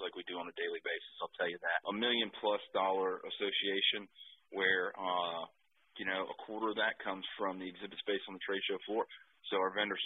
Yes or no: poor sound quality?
no